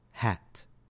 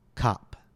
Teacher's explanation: for a, your lips are spread, and your tongue is more forward and relaxed. · Shown in: first take